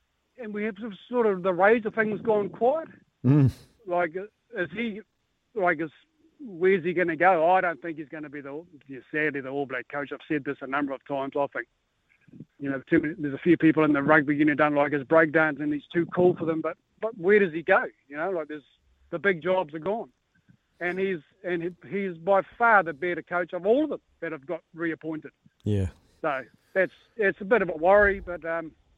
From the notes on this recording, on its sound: opens the phone lines for the first time in 2023!